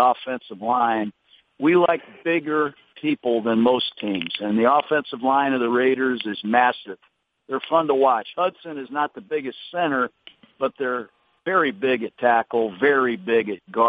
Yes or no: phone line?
yes